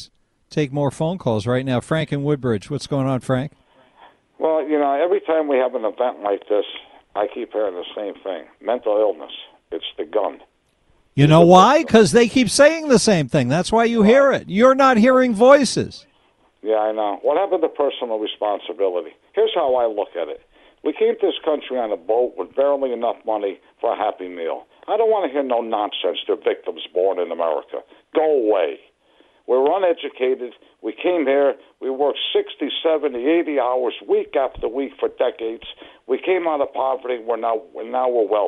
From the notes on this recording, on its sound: We have a Rant Hour and take calls